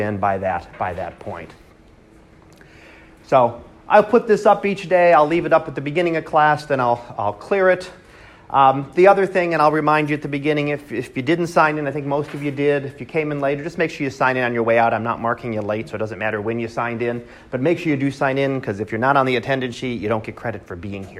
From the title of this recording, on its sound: Live Class Lecture